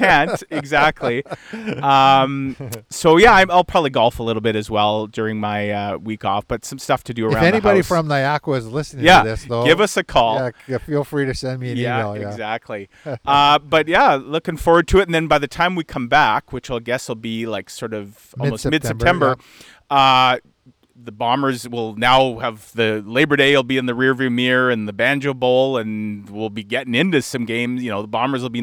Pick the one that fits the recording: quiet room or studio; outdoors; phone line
outdoors